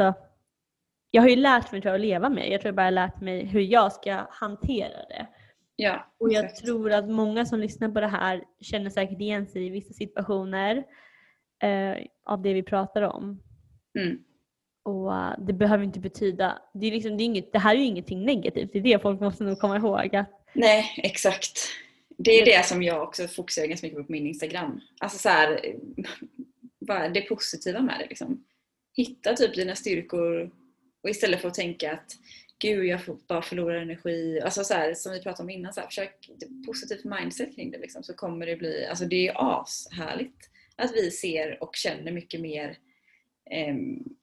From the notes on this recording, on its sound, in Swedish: Snälla ha hänsyn till ljudet då vi pratar över skype så ljudet är såklart inte det bästa.